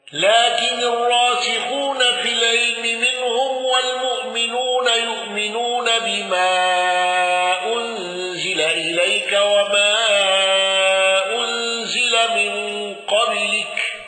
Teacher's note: قانون بقصر المنفصل وسكون ميم الجمع